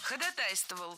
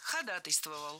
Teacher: Ударение в этом слове падает на первую «а» в суффиксе «атой». · Shown in: second take · Term: Правильный вариант